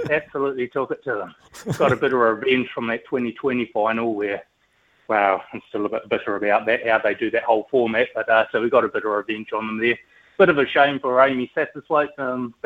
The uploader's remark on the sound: Listeners call